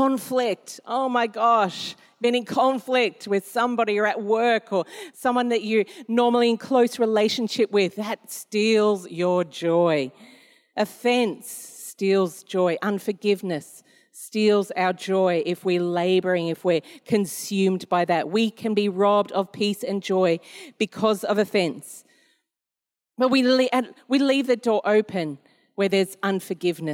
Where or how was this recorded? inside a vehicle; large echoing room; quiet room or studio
large echoing room